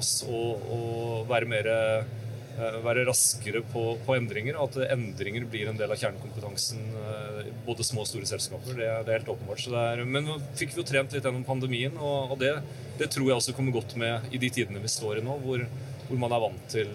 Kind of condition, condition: setting, busy venue